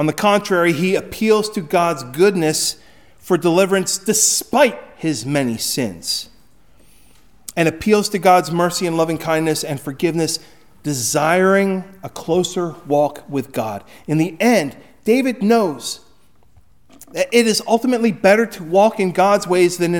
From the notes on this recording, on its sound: Recorded at Hudson UMC on February 18, 2024